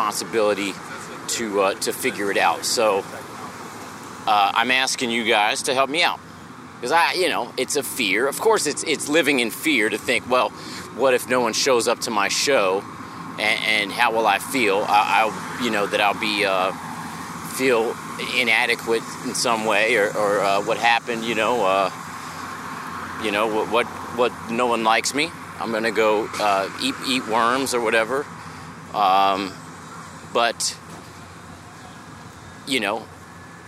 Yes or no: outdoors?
yes